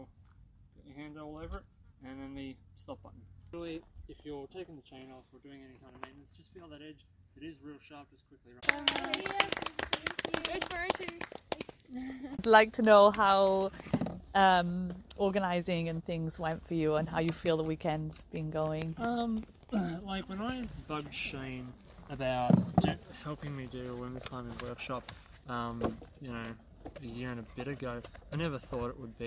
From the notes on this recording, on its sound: A live in action podcast of workshops and interactions with participants and organisers of the event.